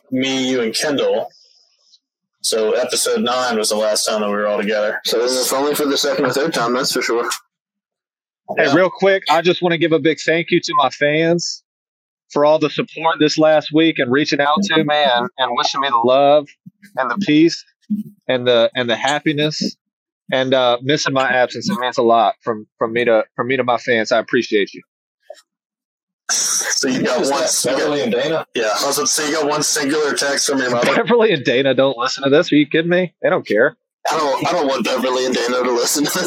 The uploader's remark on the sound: Audio took a step back in this one.